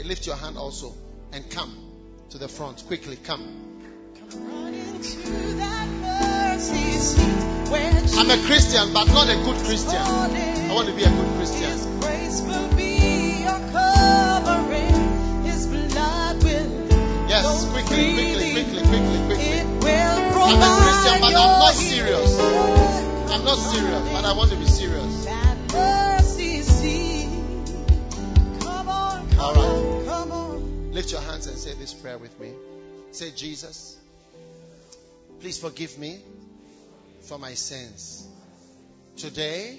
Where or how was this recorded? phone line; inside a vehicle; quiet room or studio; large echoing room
large echoing room